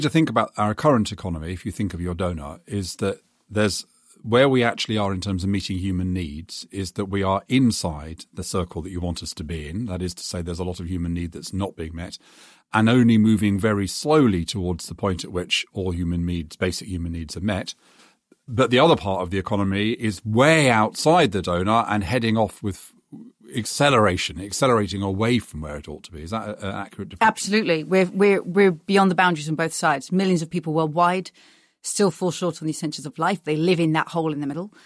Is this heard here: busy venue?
no